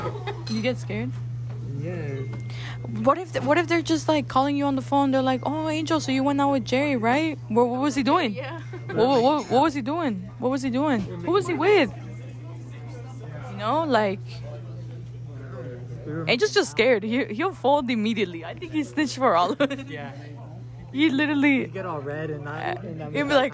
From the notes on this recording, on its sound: we take a trip Downtown and to Chinatown and we record our whole day from start to finish